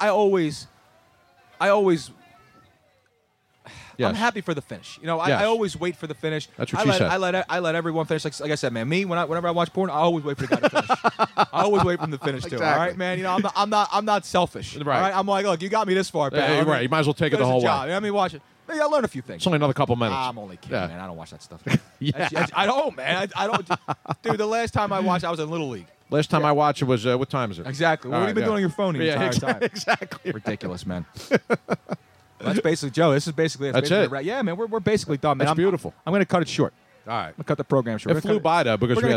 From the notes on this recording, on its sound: Moyamensing ave in front of beautiful Moonshine Philly! While we were pressing the flesh with the folks outside enjoying their lunch while we attempted to ruin it.